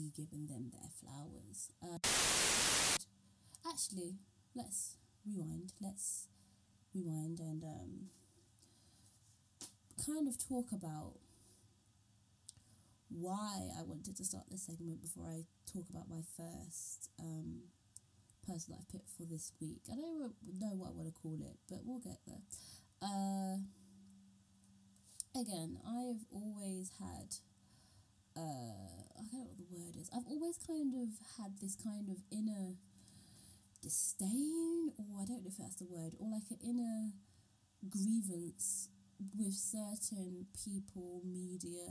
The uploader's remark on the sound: My mic broke....we're gonna have some funky audio for the next few episodes folks.